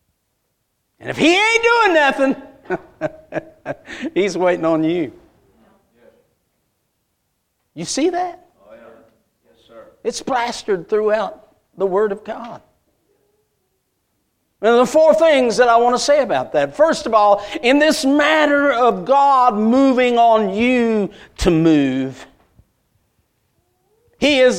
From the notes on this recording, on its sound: A message Preached at Crossroads Baptist Church